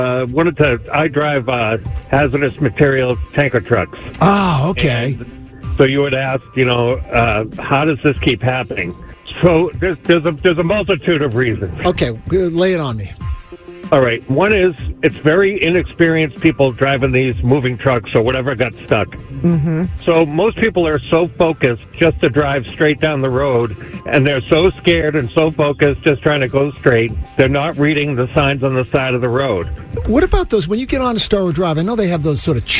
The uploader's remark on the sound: One of our listeners, who is a truck driver called